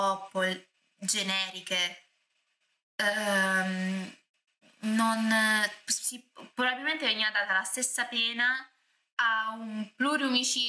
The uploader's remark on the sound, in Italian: l'audio problematico mi scuso anticipatamente